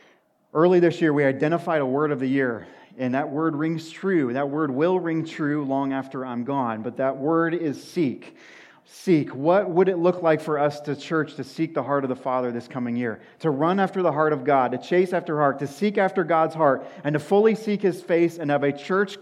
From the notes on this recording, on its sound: sermon at Washington Union Alliance Church